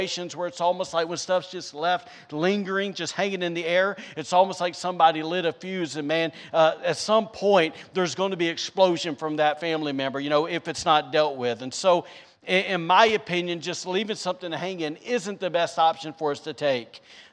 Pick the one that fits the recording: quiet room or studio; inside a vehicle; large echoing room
large echoing room